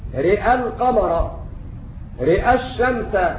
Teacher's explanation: يقرؤون بإمالة الراء إذا كانت الكلمة متصلة بساكن